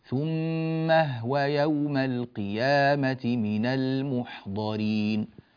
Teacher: يأتي قالون على كلمة ثم هو يوم القيامة من المحضرين فيسكن الهاء